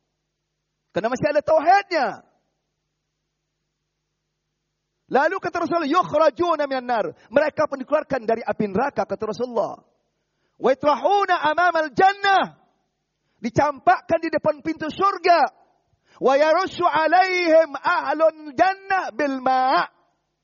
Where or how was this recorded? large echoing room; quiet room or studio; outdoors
large echoing room